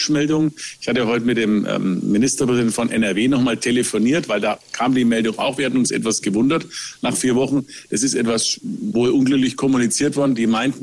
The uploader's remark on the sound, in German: Podcast zur Veranstaltung "Augsburger Allgemeine Live"